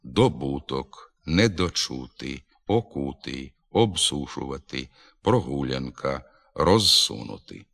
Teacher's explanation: Без нахилу до У вимовляється звук О також у префіксах «до», «недо», «о», «об», «про», «роз».